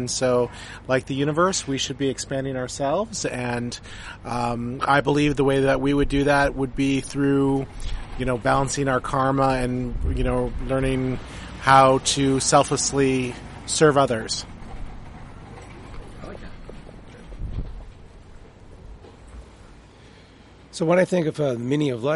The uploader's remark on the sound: outside a Coffee Bean and Tea Leaf in Irvine